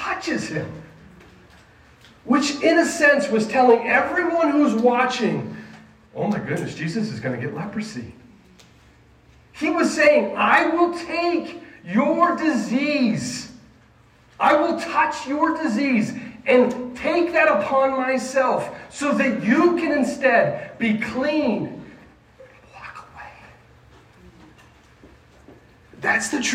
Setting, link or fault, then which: setting, live audience